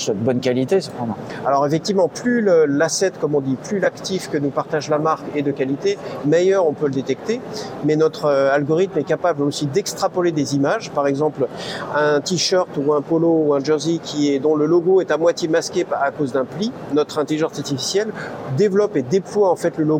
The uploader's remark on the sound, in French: Interview, enregistrée pendant le salon Tech for Retail. Voici la transcription de notre interview, enregistrée pendant le salon Tech for Retail dont nous étions partenaire média.